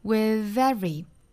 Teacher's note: with 这个 th 是咬舌浊辅音和后面的 every 连读